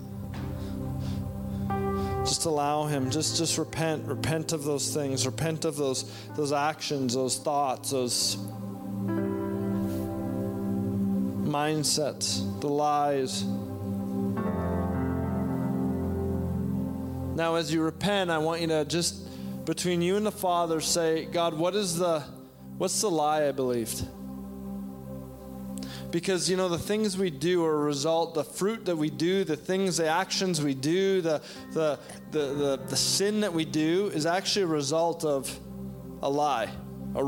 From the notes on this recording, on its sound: shares a word at our September 2021 Resurgence Edmonton Gathering